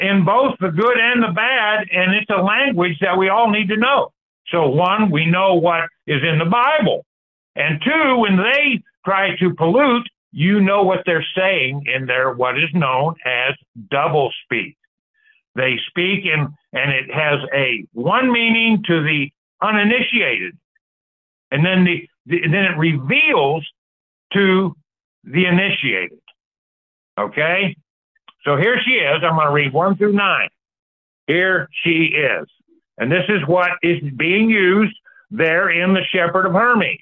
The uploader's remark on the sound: Call In Bible Study